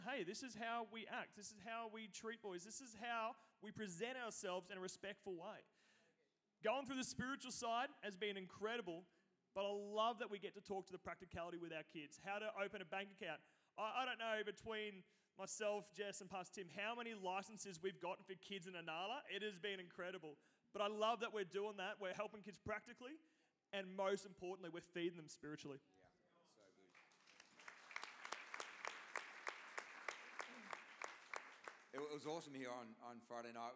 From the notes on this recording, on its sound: Recording of this took place on Sunday 18th February 2024 during the 10am service. This is a different kind of message as it is a panel.